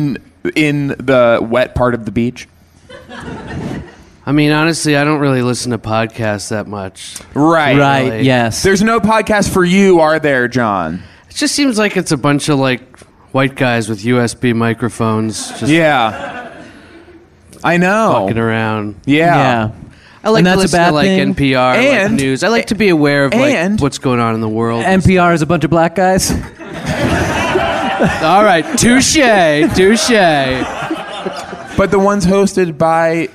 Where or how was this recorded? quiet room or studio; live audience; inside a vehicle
live audience